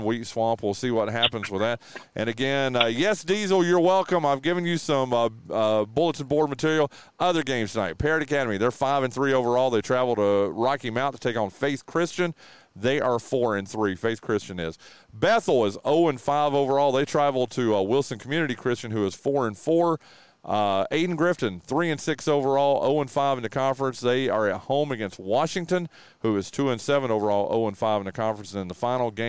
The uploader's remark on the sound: We are LIVE from the fourth annual True Smoke BBQ Smoke-Out